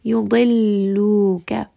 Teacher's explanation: So both of these letters are going to be heavy in this case. Yudilluka, dad again is going to be heavy, lam is going to be light. So let's not make this heavy.